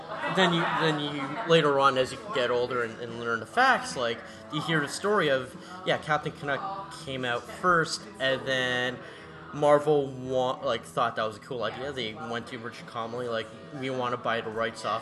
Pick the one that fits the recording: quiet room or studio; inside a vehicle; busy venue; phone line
busy venue